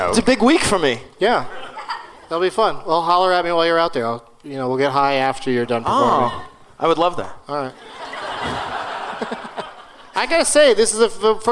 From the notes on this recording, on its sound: Live from the Gramercy Theater in NYC